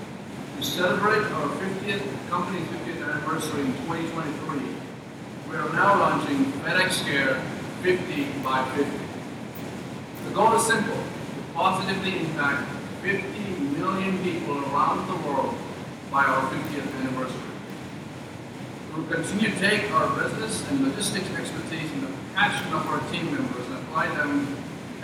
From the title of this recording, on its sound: Wednesday morning press interviews live from the WGC- FedEx St. Jude Invitational